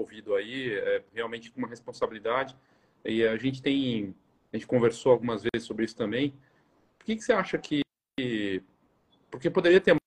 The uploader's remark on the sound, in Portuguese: A conversa ao vivo no Insta